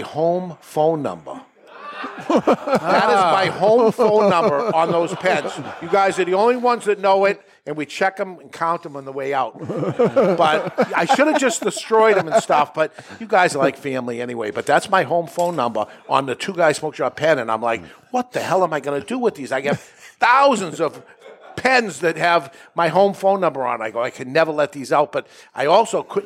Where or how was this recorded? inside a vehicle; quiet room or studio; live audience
live audience